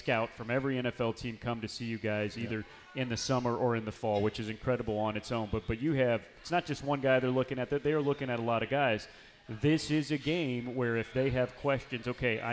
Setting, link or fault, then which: setting, busy venue